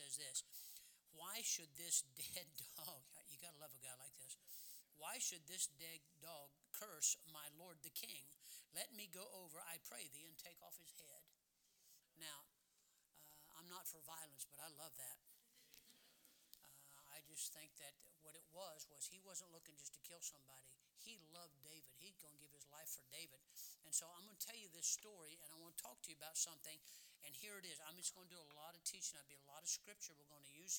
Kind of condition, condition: setting, large echoing room